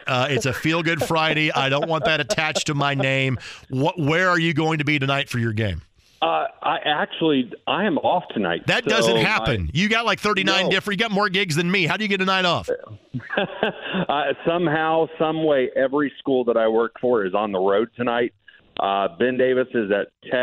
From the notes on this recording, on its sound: taking a phone call